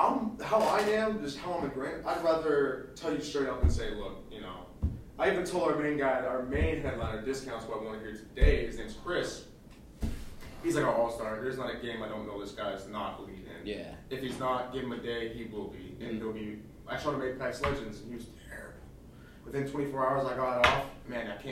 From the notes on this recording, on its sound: Instead of a typical podcast chat, we recorded our meeting. It’s not the best sound quality as it’s a documentary style podcast instead of an arranged podcast.